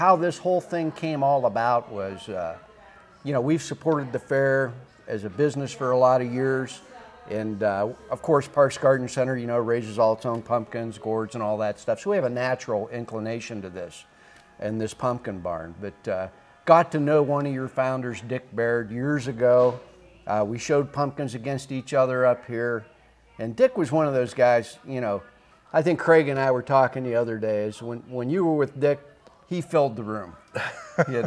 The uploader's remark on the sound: recorded onsite at The Canfield Fairgrounds!